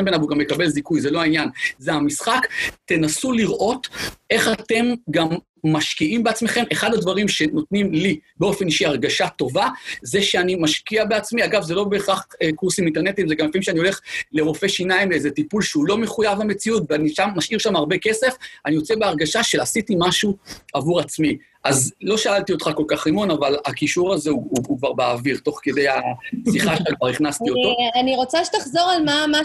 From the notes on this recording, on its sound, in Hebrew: הפרק הפעם הוא הקלטת אותו ובינר